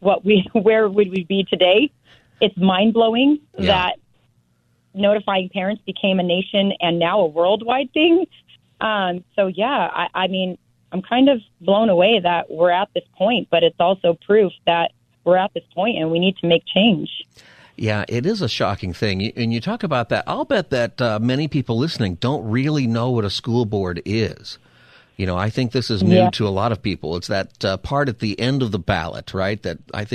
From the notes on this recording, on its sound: Listeners call